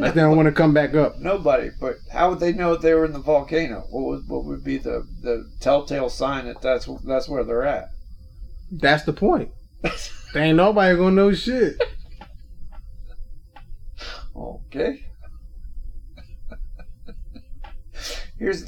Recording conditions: poor sound quality